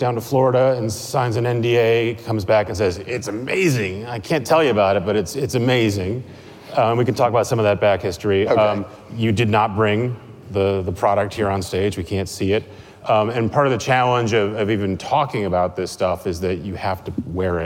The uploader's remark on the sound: Live at Code Media 2018.